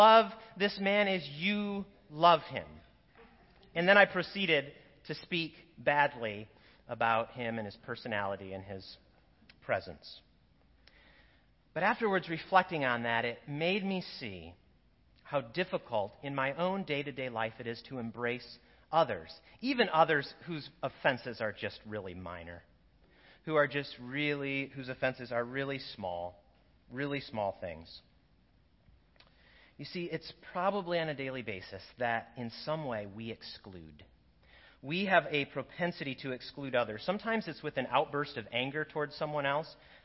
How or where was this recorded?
large echoing room